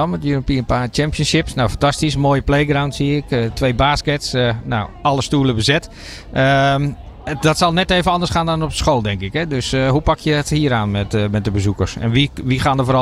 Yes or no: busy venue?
yes